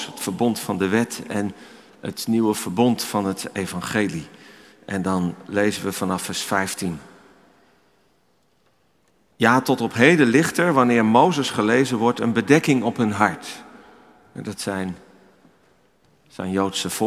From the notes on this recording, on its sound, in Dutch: Opgenomen in de Noorderkerk te Amsterdam